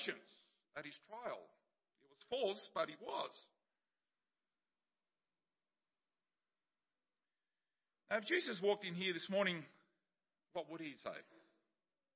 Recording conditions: large echoing room